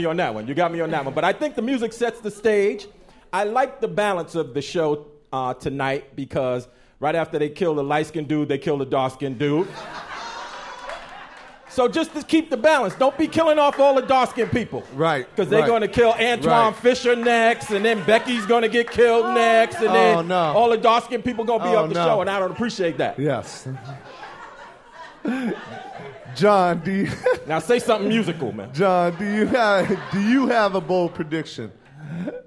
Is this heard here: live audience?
yes